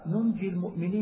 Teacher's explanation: بحذف النون الثانية وتشديد الجيم